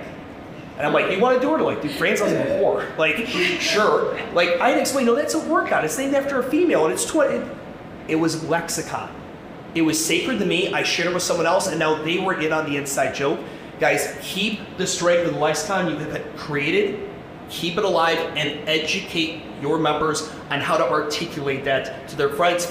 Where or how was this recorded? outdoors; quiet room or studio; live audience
live audience